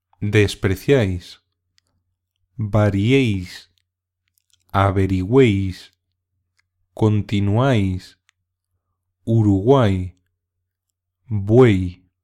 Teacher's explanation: Las vocales conservan su sonido original, pero el conjunto se pronuncia como una sola sílaba. · Term: triptongo